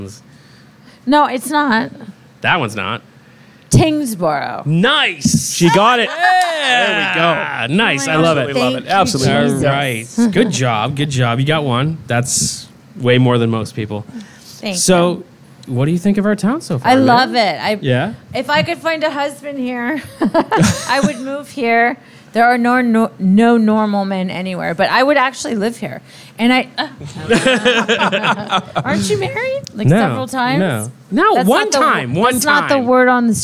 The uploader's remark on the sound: Recorded live at the first annual America's Haunts and Hops horror convention.